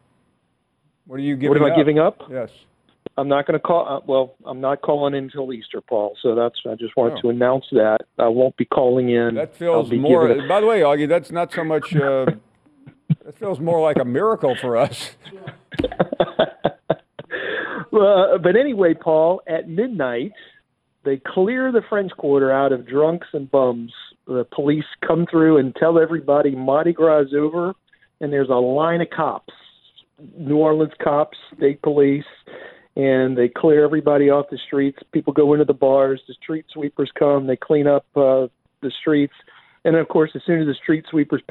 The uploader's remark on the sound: Final hour of an interesting show and we wrap things up with nothing but your phone calls.